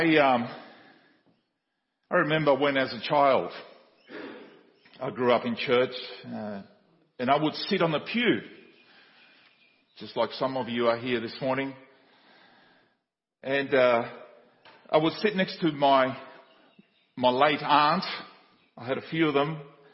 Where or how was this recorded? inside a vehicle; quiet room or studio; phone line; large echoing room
large echoing room